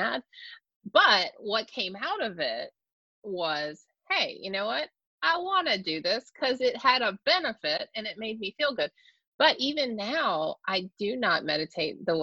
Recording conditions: video call